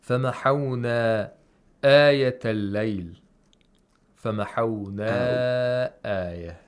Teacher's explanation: the long vowel is in one word, and the cause or the means of the long vowel, that which causes this ma to take place, is in another word, which is the hamza · Term: مَدُّ الْمُنْفَصِلِ